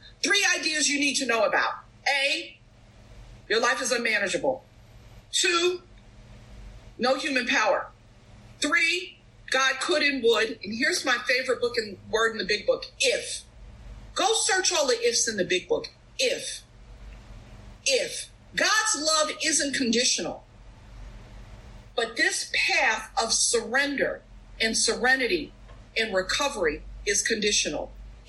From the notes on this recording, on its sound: at the Bronx Big Book zoom meeting